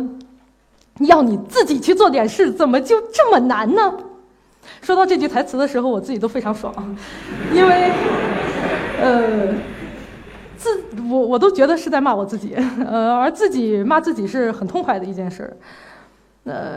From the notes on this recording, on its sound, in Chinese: 一席现场